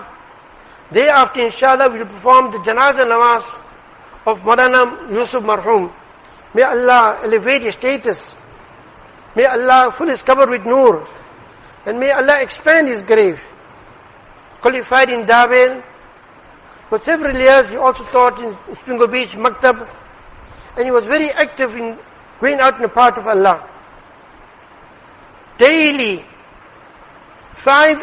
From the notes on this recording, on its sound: Jumuah lecture.